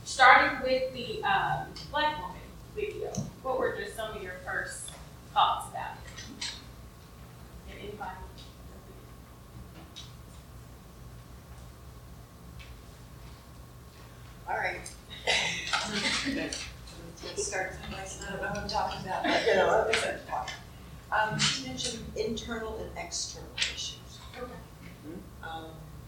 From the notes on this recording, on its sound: Unfortunately we picked up a good bit of room noise during this event. Most everything is audible; however, it doesn't sound as good as usual. The recorder also cut off before the end.